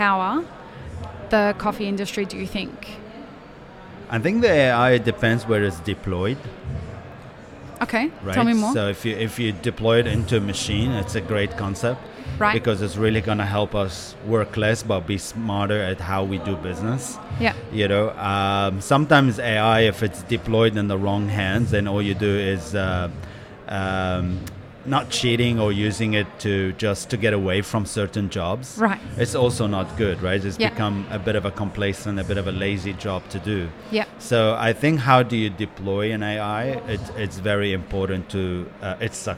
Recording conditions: busy venue